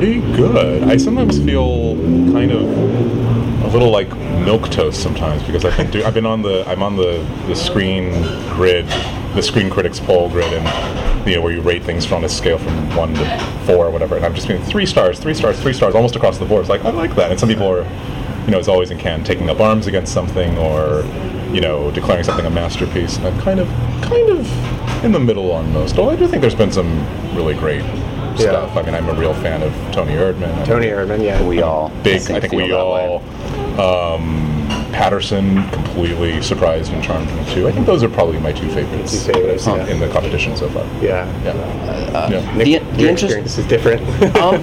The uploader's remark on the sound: Live from Cannes 2016